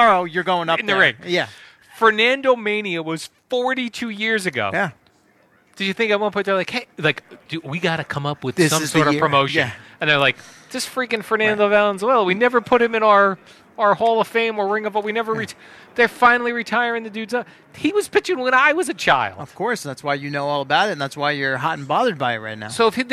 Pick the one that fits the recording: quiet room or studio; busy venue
busy venue